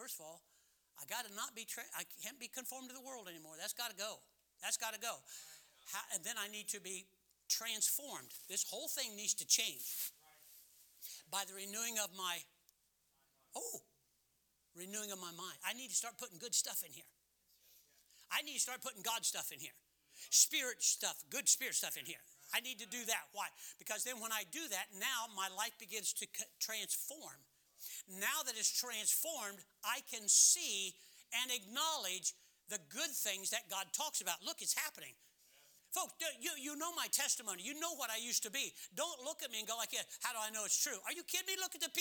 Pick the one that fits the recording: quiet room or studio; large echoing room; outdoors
large echoing room